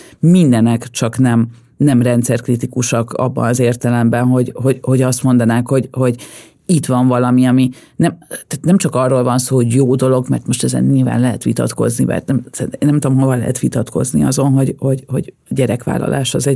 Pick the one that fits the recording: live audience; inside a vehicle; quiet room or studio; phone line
quiet room or studio